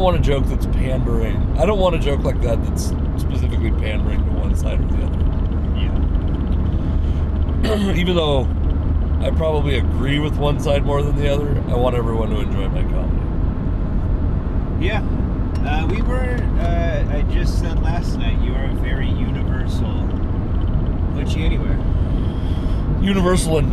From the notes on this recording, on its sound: We recorded a podcast on the drive home.